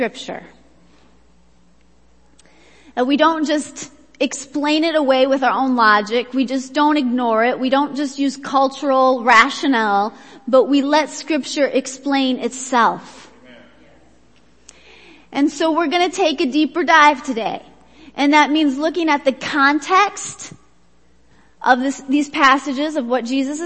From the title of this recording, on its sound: Worship Service - Audio